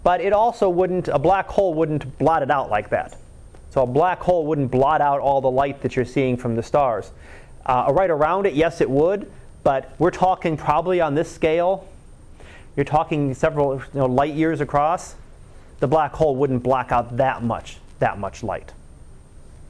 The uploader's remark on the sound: Live Class Lecture